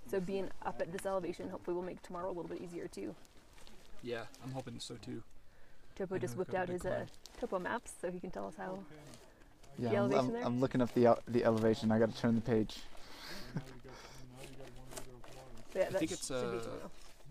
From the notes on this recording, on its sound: This podcast was recorded at the summit of Mount Whitney!